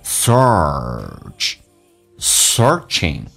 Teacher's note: 在美式发音当中需要重度卷舌，整个舌身往回卷，嘴角往后拉一点点。体验一下 search，searching， stop searching for thelight。For 重度卷舌，for the 舌尖往上齿搭一下就可以了，不要上下牙齿一起咬，这样的话重音会比较重一点。叫 for thelight，双元音 i 这个发音要比较的饱满，嘴巴上下打开到极限，再滑动到 a 这个发音叫 ilight。Stop searching for the light.